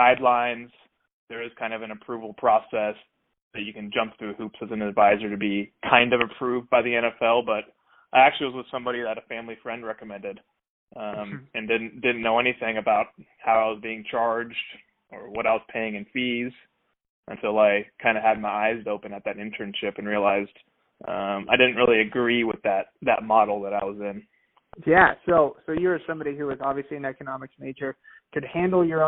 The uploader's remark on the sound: Phone Audio